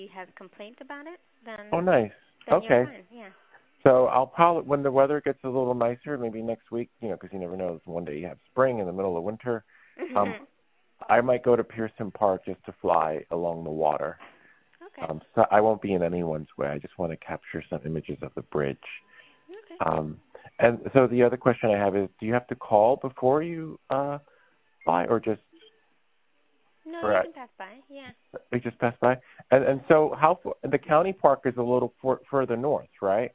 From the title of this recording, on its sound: 3 Live Phone Calls